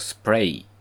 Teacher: スプレーっていうのは英語だとスプレイですけど、これは子音が3つ並んでるんですよね、母音の前に。この母音の前の位置を音セットということがありますが、その音セットに子音が3つあります。ローマ字で書けば、S、P、R っていう順番で出てきてるんですよね。で、その後母音が出てくるということになってます。で、日本語はこういう子音の連続をね、さっきも言ったように許さないので、スープレイっていう風に S と P の後にウという母音を添え